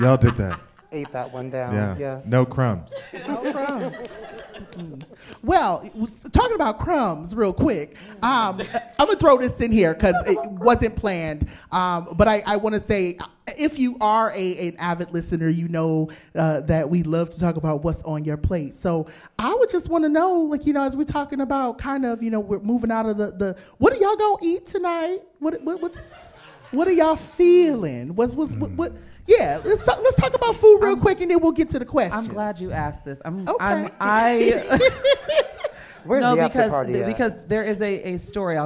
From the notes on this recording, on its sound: the inaugural "BFF Experience" live show